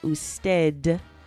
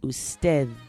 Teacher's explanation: that D is actually more of like a TH sound in English · Shown in: second take